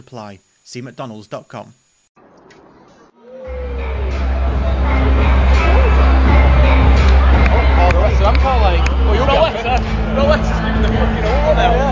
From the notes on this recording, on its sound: special episode recorded on the way to and from the 2022 Northwest Football Awards